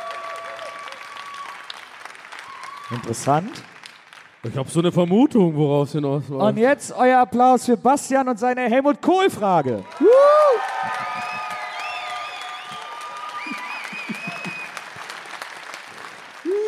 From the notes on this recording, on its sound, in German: Aufgenommen LIVE in Wiesbaden am 25.10.2021.